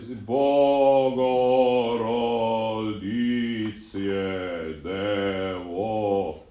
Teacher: the consonants are more squeezed than they are chopped